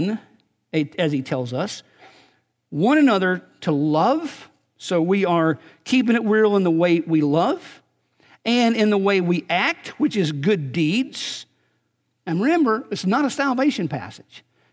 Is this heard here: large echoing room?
yes